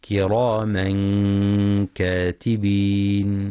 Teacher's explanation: ينتبه القارئ للإخفاء الحقيقي وترقيق الغنة